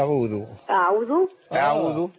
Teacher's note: تطلع لي الحرف من ايه من اقصى الحلق · Term: الهمزه